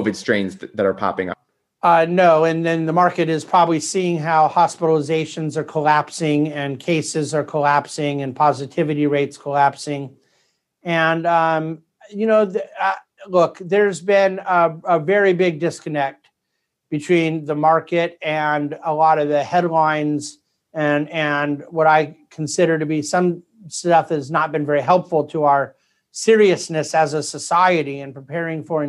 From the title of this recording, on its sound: Zoom Replay